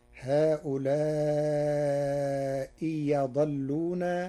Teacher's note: قرأ ورش كلمتي هؤلاء أضلونا بإبدال الهمزة الثانية ياء، فتصير هؤلاء يضلون على لغة بعض العرب.